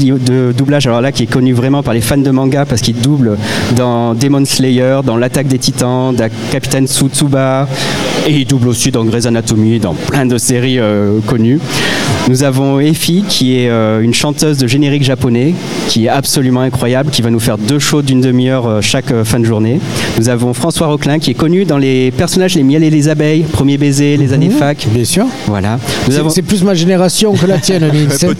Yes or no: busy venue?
yes